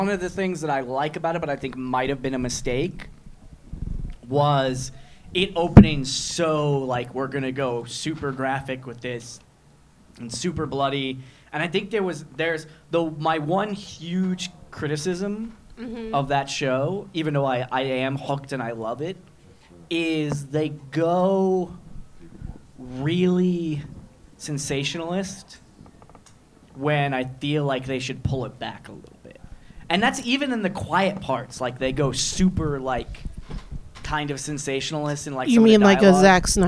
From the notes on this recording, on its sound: The NerdProQuo Podcast Live. The live show from Freddy's Bar and Backroom.